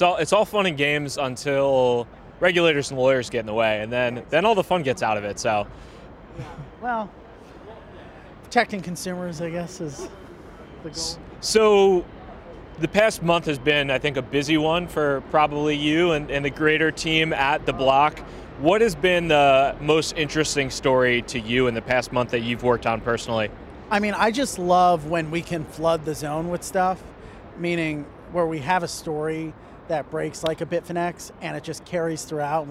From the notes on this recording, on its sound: Behind the Scenes at Fluidity 2019. New York City's famed "Blockchain Week" kicked off with Fluidity Summit 2019. I had a chance to interview some of the builders, experts, investors and regulators at the conference.